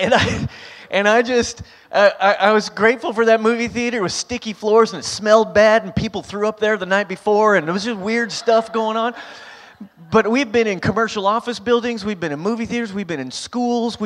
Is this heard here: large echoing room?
yes